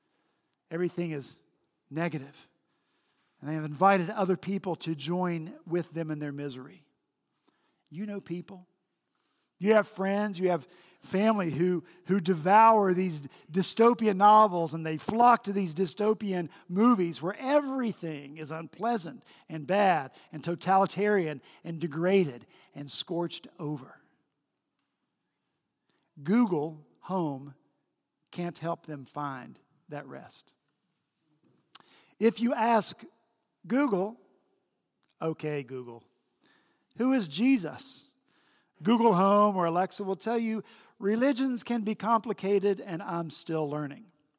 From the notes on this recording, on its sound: At Redeemer Presbyterian Church in Charleston, SC